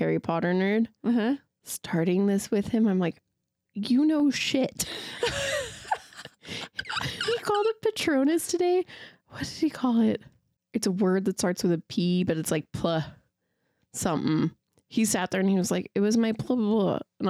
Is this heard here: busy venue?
no